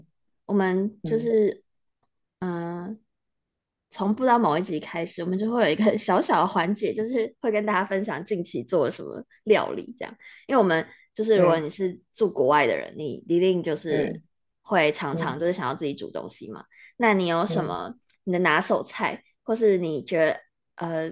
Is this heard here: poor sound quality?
yes